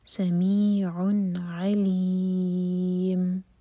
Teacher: تمین کے بعد جو نیکسٹ ورڈ ہے وہ حروف حلقی سے شروع ہو رہا ہے، عین سے، اس لیے یہاں پر ہم اظہار کریں گے. نون کے ساؤنڈ کو نہ تو چھپائیں گے اور نہ ہی جھٹکا ہونے دیں گے. سمیعن کلیئر پڑھیں گے، سمیعن علیم.